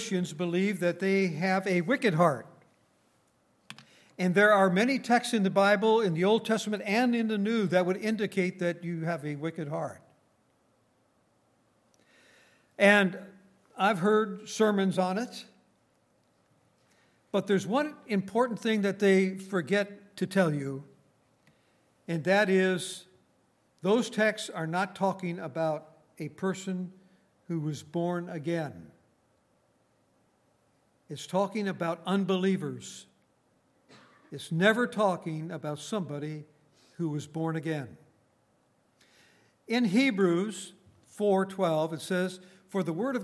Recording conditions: large echoing room